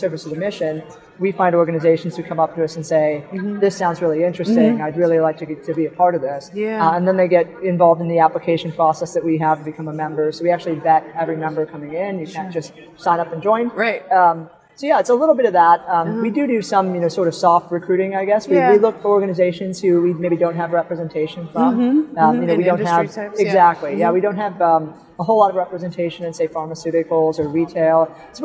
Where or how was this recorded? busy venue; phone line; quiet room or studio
busy venue